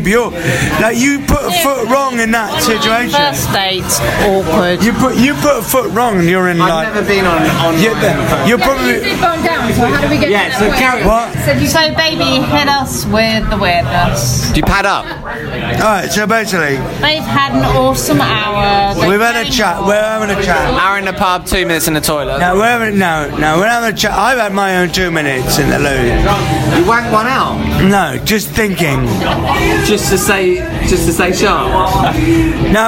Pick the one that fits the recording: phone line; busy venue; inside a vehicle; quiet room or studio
busy venue